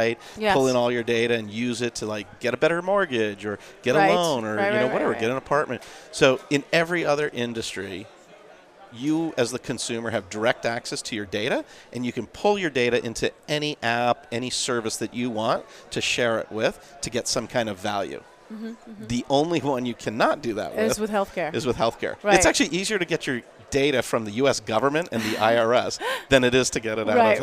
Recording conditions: busy venue